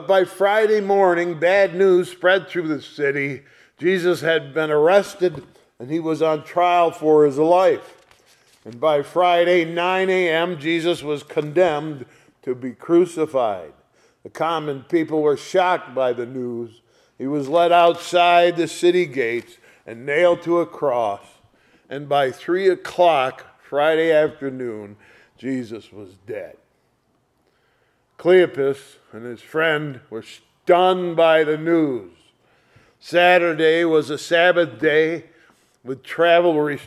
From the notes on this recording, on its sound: Sunday Morning Service recorded on 04/16/2023